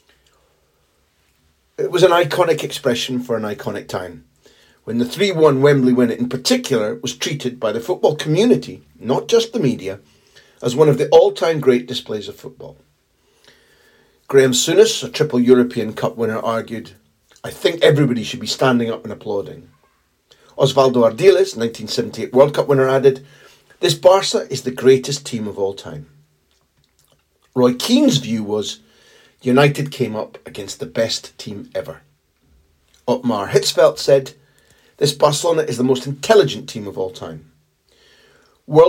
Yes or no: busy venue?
no